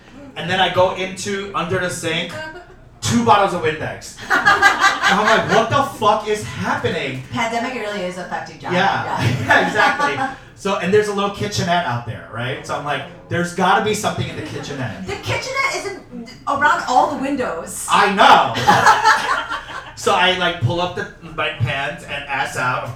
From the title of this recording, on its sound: Ajumma Live DC 2022